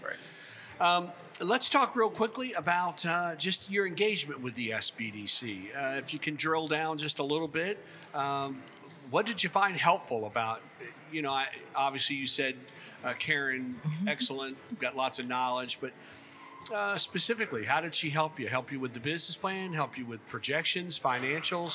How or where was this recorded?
busy venue